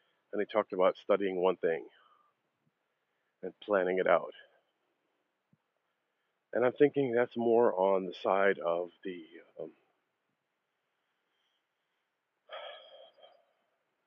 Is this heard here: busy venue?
no